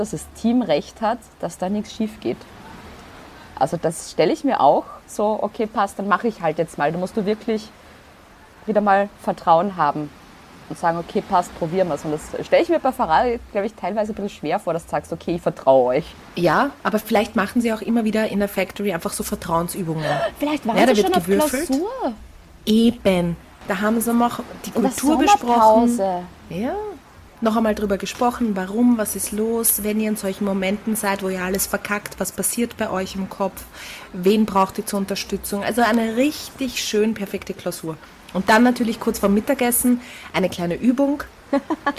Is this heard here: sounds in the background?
yes